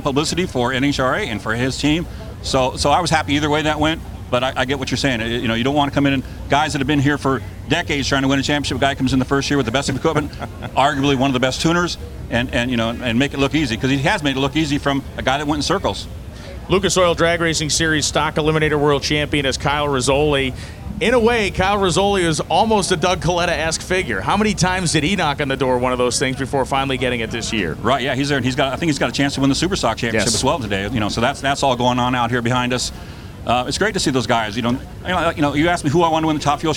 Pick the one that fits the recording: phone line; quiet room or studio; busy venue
busy venue